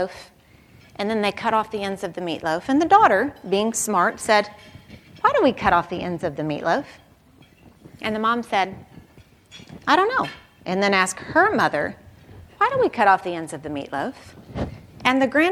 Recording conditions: live audience